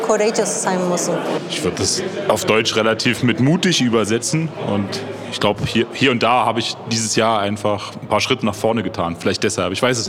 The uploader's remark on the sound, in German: Diese besondere Episode haben wir auf der Weihnachtsfeier 2022 in Stuttgart aufgezeichnet. Wir haben einige Mitarbeiter interviewt.